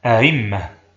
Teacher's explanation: وأصلها أأممة على وزن أفعلة، جمع إمام، ولكن الميمين لما اجتمعتا أدغمت الأولى في الثانية وألقيت حركتها على الهمزة الساكنة قبلها فصارت أئمة، ثم سهلت الهمزة الثانية بين الهمزة المحققة والياء فصارت أئمة · Term: تسهيل الهمزة الثانية